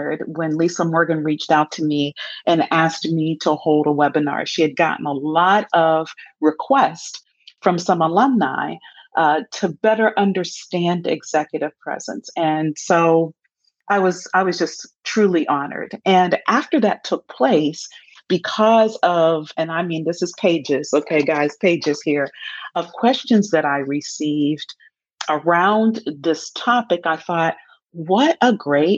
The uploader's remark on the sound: Some of the Q&As about Executive Presence that took place during a webinar with my fellow University of Michigan Ross School alums.